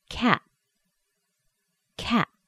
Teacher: if a T is at the end of a word, we usually hold that T inside of the mouth. The way we do this is we're about to pronounce the T, but we don't release it.